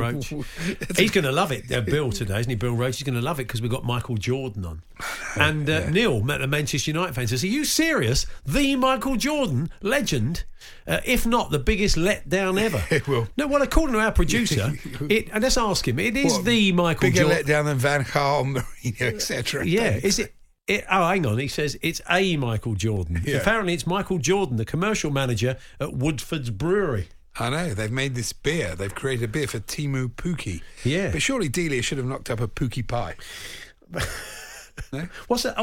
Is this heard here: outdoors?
no